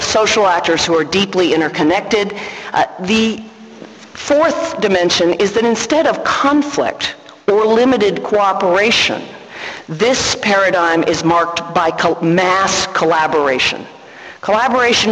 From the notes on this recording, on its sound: Inaugural Fulbright lecture in International Relations, given at St Antony's College